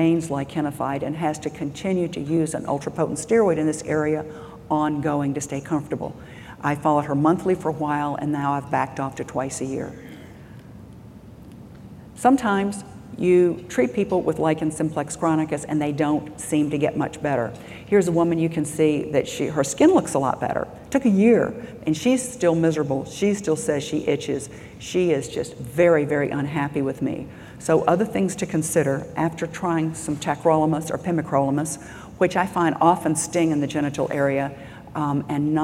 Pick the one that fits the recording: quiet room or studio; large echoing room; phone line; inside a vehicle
large echoing room